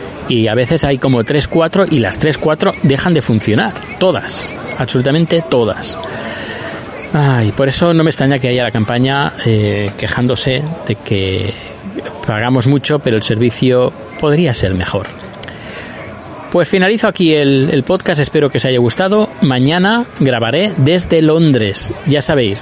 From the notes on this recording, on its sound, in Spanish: Desde el aeropuerto os hablo de las tarifas del transporte público en Estocolmo.